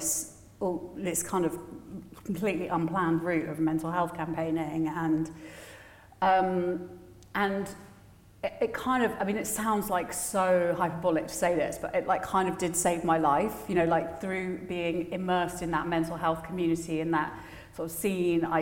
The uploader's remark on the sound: With a live audience at Henley Literary Festival.